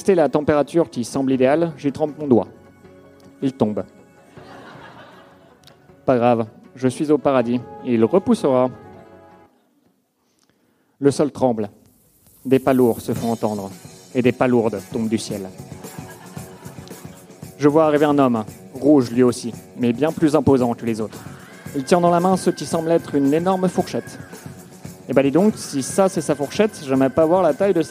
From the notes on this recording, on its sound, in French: Enregistré en direct et en public à l'occasion de la soirée spéciale 100ème du One More Joke.